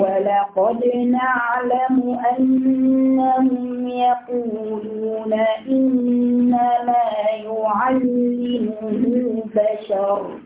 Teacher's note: خلي بالكم أنهم وإنما الاثنين فيهم غنة